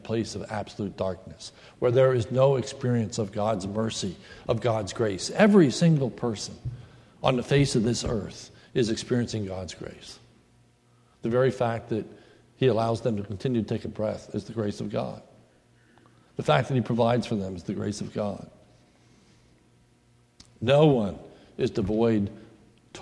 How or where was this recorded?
large echoing room